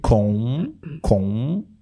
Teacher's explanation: Temos um sonzinho nasal na primeira sílaba